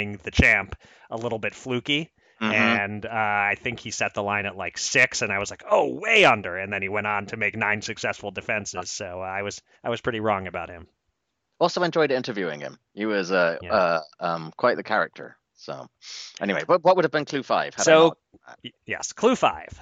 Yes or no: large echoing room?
no